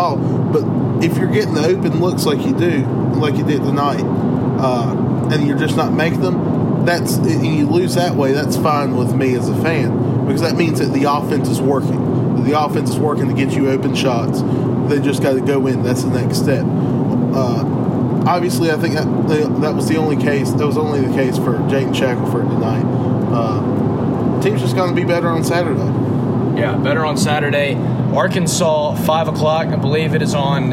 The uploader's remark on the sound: NOTE*: poor sound quality and background noise due to recording on the interstate.